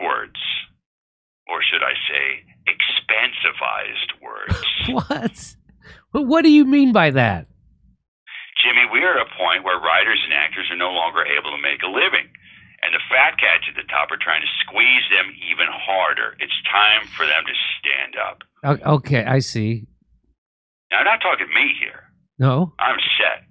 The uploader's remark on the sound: a phone call